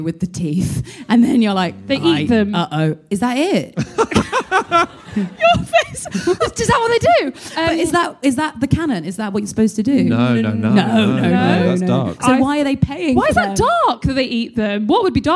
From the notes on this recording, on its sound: Live at the London Podcast Festival. Recorded by London Podcast Festival.